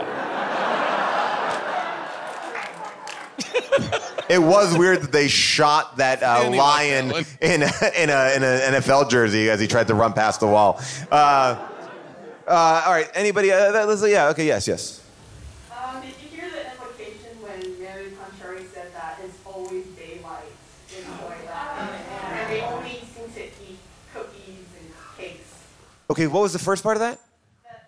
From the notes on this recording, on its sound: back LIVE at The Largo in Los Angeles